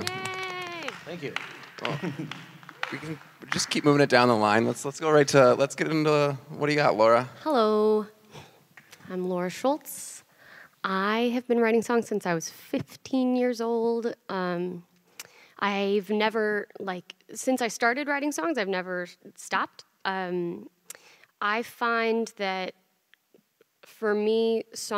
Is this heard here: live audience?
yes